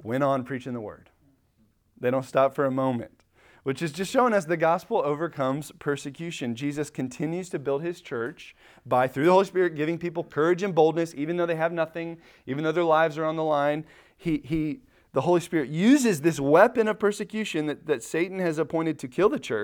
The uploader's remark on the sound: Recorded at Emmaus Church in Buford, GA